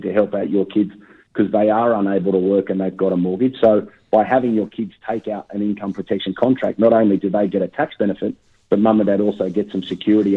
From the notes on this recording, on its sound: Covid lockdown extends in many parts of Australia, including the ACT. Can’t be in the studio again this week. Over the phone.